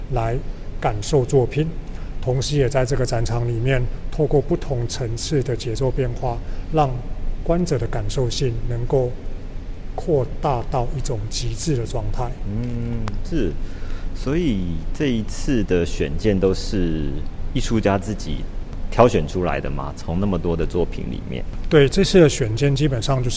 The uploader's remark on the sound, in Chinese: 本次的錄音，是到嘉義市立美術館專訪舉辦展覽的藝術家